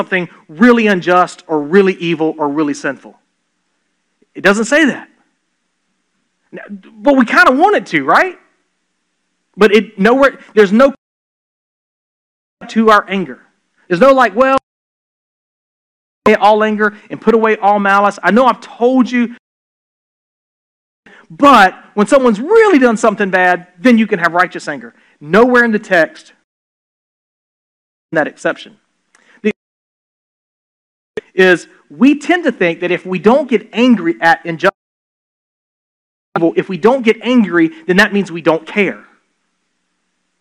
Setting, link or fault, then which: setting, large echoing room